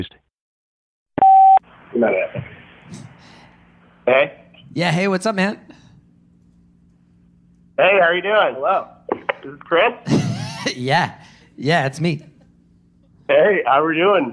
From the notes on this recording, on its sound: two callers are on the phone thousands of miles away